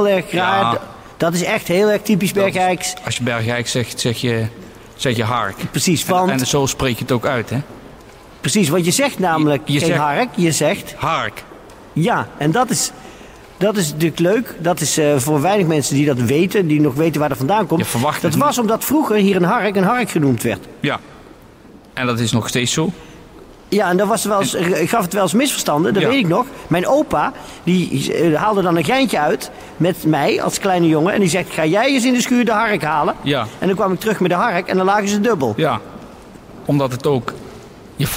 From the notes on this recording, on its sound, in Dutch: Het radiostation voor Bergeijk. LIVE* vanuit het gemeentehuis.